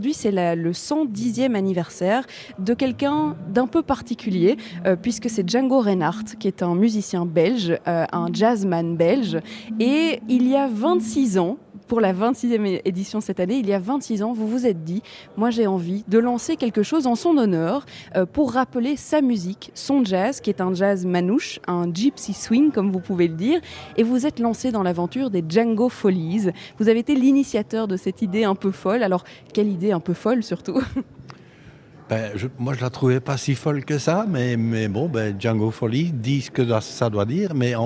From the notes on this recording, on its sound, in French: Elle est en direct de la place Flagey pour faire vivre les coulisses du festival Djangofolllies.